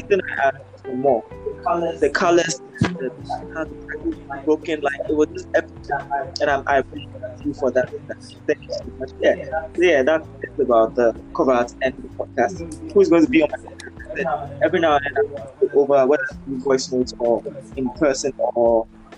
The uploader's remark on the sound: This was the test recording of how “That Gender” would be like. It has the raw unfiltered audio with a bit of feedbacks that make hearing a bit difficult.